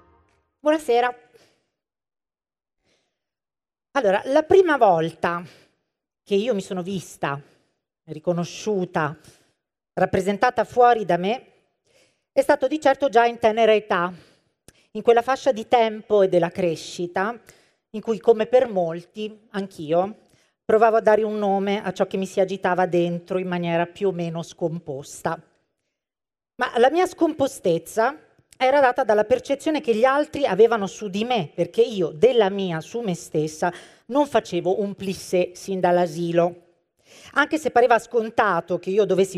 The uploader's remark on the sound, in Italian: Sul palco dell’Anfiteatro Apple in Piazza del Liberty per un evento live speciale, in occasione della Pride Week di Milano.